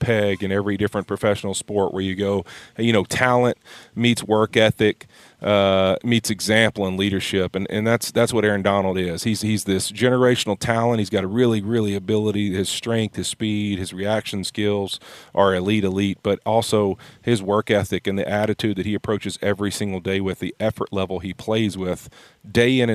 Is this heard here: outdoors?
yes